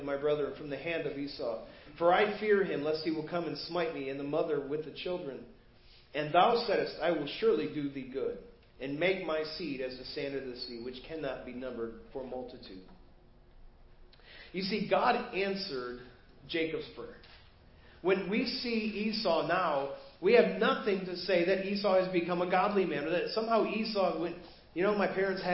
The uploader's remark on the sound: Preached at First Baptist Church of Hazel Park